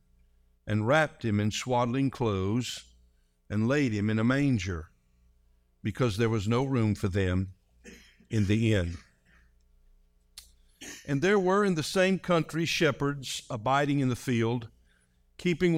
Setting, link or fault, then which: setting, large echoing room